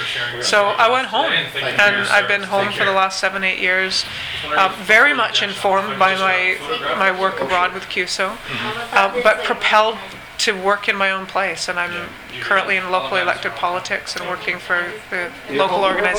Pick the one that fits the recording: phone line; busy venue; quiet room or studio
busy venue